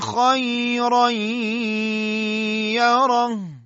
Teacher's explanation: نون ساکنه یا تنوین در یا ادغام شد و ما روی این ادغام مکس کردیم، نشانگر وجود دو حرکت غنه هستش که از فضای خالی بینی خارج میشه